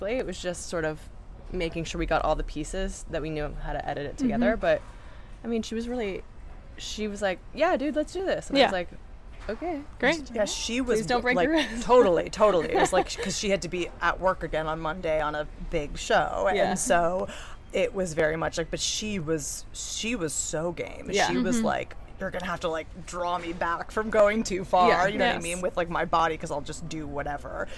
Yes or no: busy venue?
yes